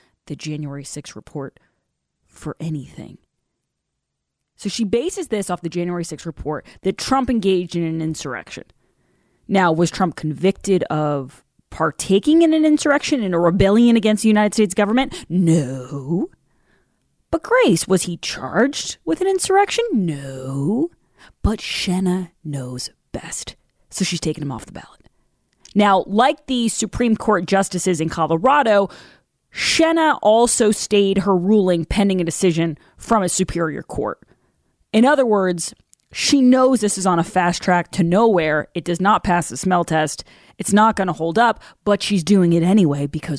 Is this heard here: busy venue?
no